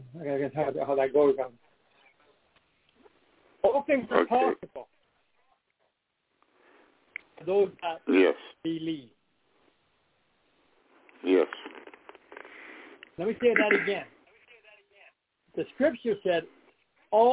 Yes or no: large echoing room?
no